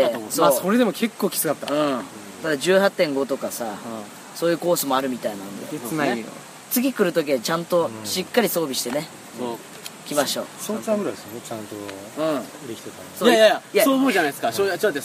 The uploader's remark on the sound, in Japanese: 撮影ため高尾山での収録。蝉しぐれに包まれた味のあるトークをご堪能ください。